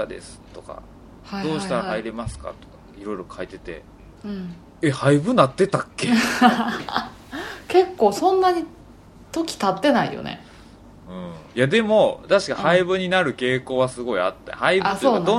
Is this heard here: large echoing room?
no